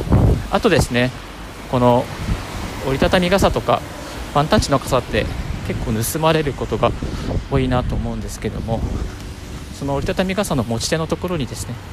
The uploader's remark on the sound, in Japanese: 歩きながらラジオ配信